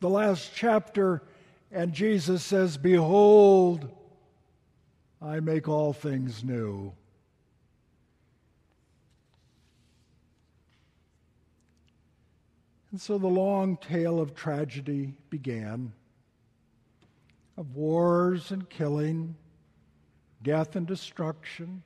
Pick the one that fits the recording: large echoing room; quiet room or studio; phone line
large echoing room